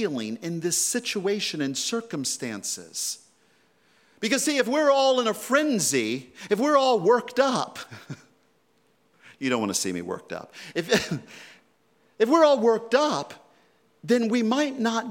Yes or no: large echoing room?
yes